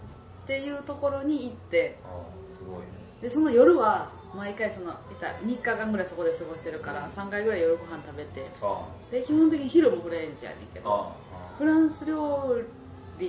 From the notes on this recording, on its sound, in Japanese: 久しぶりの対面収録なのでいつもよりテンション高めです。カラオケだとやっぱり雑音が気になりますね。すみません。